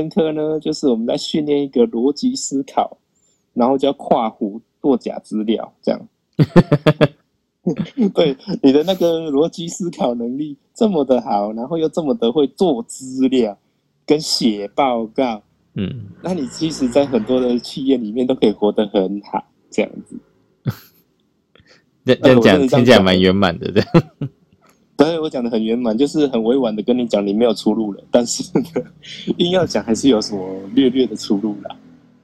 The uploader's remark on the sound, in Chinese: 這次是因為兩人分隔兩地用連線方式錄音